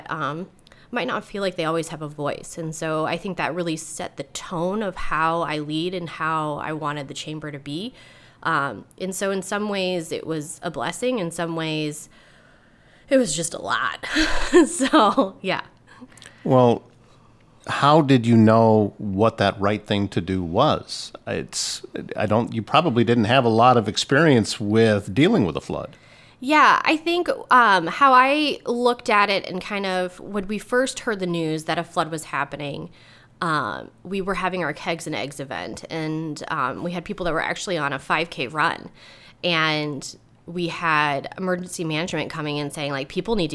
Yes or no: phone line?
no